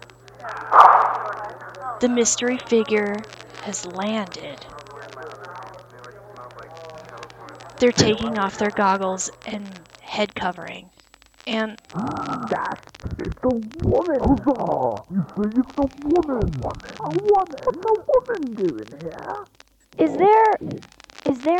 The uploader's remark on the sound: report live from the West Beach for the New Year's Eve Extravaganza.